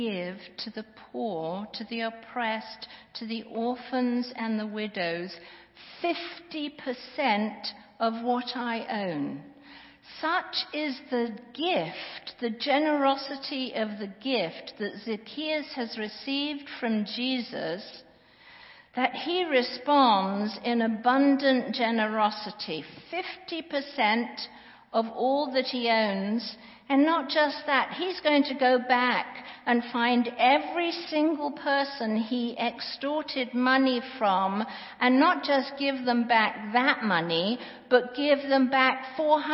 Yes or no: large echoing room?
yes